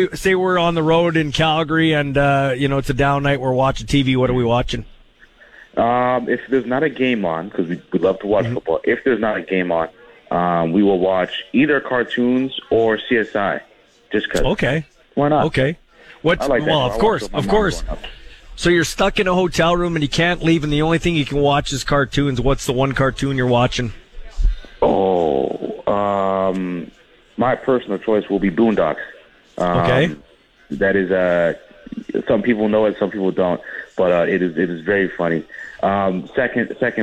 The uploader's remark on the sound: LIVE at Western Pizza's NHL Draft Party